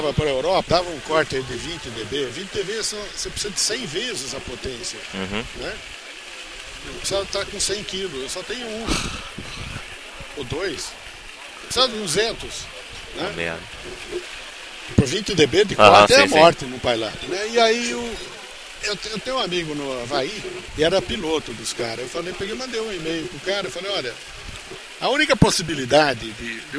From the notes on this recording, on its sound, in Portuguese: Ao vivo da Ham Radio.